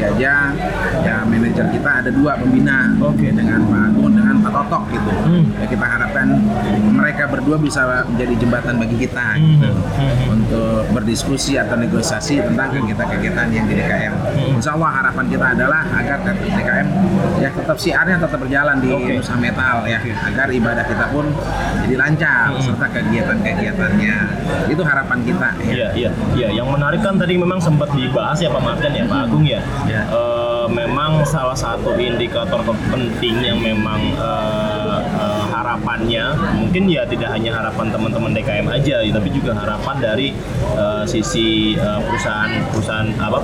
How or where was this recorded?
busy venue